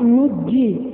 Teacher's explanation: أدغمت النون الثانية في الجيم فصارت نجي · Term: الإدغام